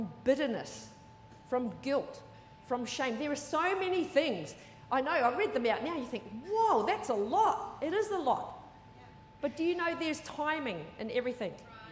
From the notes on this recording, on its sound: Recorded during our 9am service on Sunday, the 29nd of October 2023.